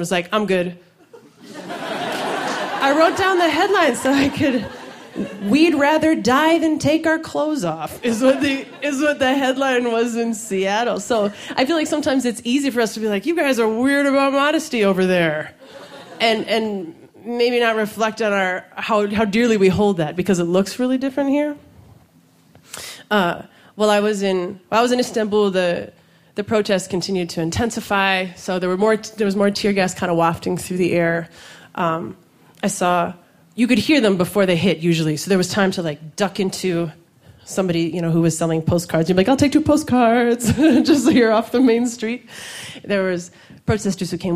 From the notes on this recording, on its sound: These stories were recorded live at Buntport Theater. As part of a special collaboration with Pivot TV and Rooftop Comedy.